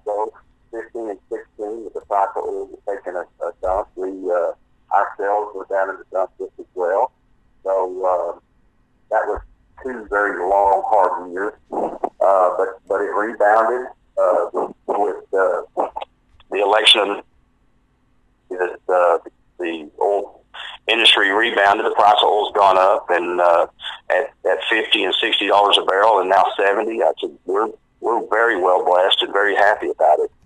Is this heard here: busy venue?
no